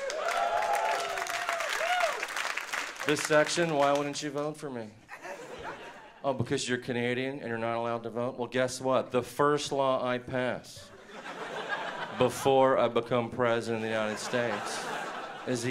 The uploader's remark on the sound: delivers an outrageous performance at the 2013 Just for Laughs Festival in Montreal